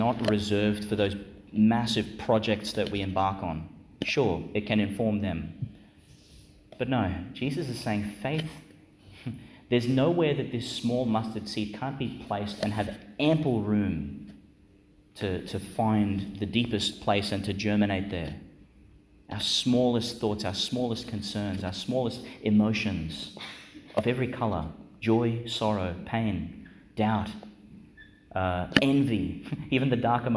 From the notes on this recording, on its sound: Delivered (in the evening) in Our Lady Star of the Sea Church, Gladstone, Qld.